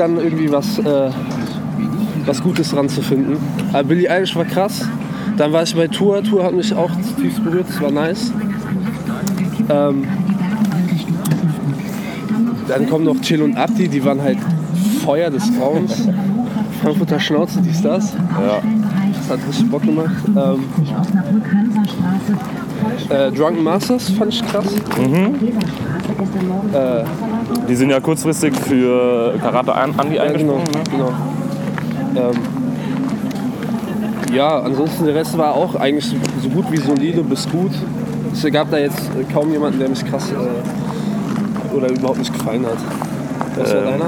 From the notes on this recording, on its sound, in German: MS Dockville 2019. All das natürlich direkt vom Festivalgelände.